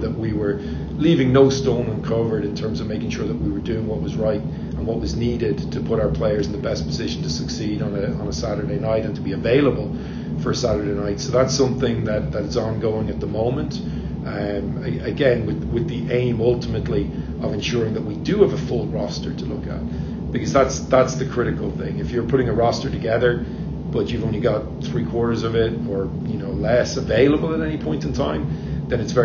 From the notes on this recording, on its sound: Here's the entire audio from that press conference, unedited.